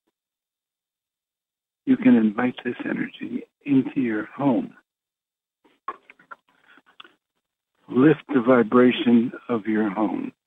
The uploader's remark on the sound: Conference Call LIVE